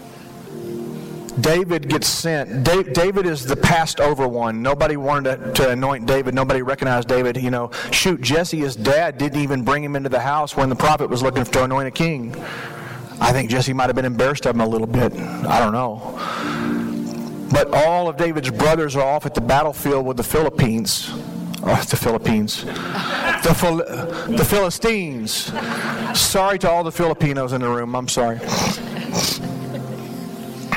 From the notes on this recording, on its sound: This message was shared at the 2023 Fall Imagine Conference in Frisco Texas.